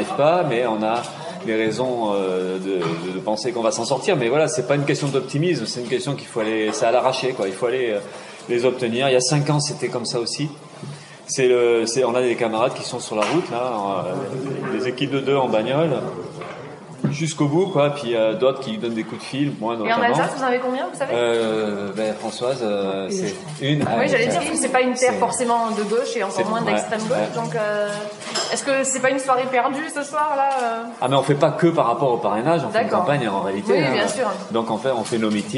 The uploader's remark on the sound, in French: la conférence de presse comme si vous y étiez